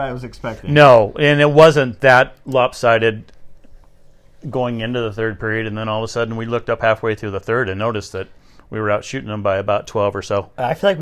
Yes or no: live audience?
no